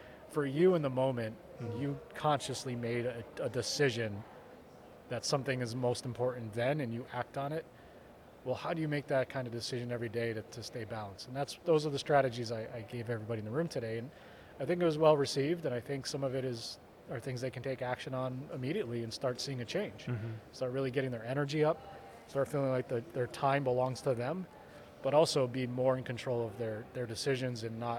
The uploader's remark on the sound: From the GBMP Northeast Lean Conference!